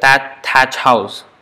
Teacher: Palatal, unvoiced, aspirated is ch. · Term: aspirated, unvoiced